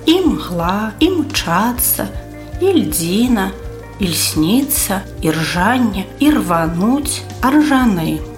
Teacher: Прыстаўныя галосныя ўзнікаюць у пачатку слова перад спалучэннем санорных зычных «м», «л», «р» з іншымі зычнымі